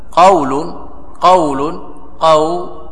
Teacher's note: هذا مد طبيعي، مد حركتين، لأن كل حرف في الأصل أنه من حروف المد له حركتان، له ألف كما يعبر بعضه، فله حركتان، حينئذ قول هذه جاءت على طبيعته والسليق، لم يقل قول أو قول، هذا لم يزد ولم ينقص.